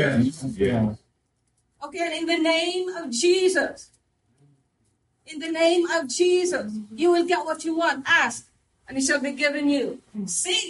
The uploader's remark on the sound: live service